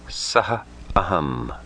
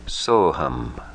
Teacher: A precedes Visarga and A follows Visarga. Aha becomes O. The following A is not pronounced · Shown in: second take · and is placed by the Sanskrit apostrophe, avagraha.